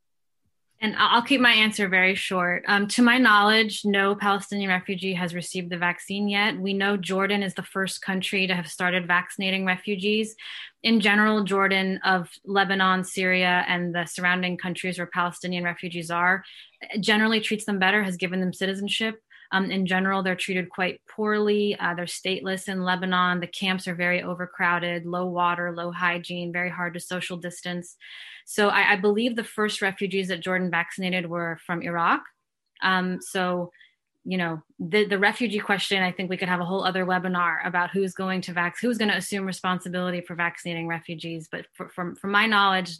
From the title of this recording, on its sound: Webinar recording